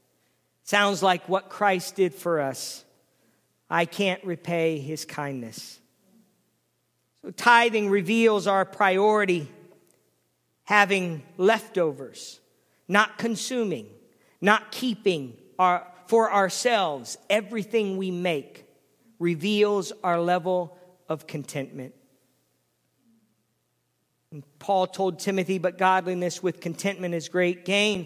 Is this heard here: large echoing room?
yes